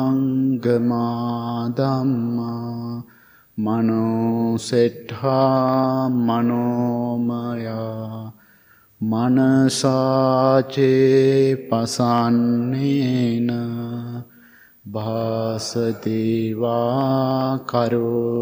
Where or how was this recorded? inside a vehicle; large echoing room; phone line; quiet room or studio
large echoing room